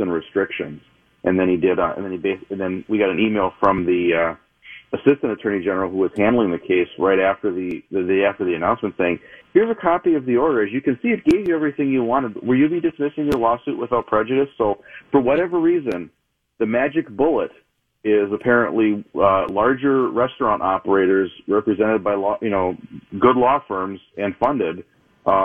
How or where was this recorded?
phone line